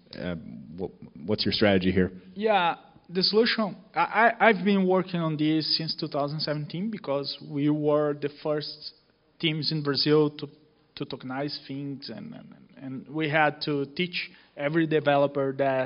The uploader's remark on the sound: Onsite at Digital Finance Brazil. This episode was recorded live during a fireside chat. At the Digital Finance Brazil event. At the University of São Paulo.